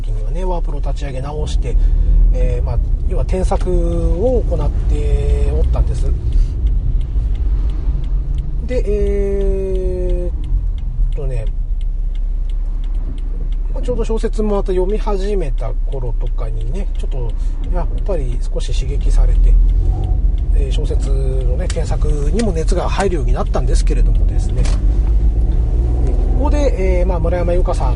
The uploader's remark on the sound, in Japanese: 今回は、車中録音しておりますので、少し聞き取りにくいかも知れませんが、ご容赦下さいませ。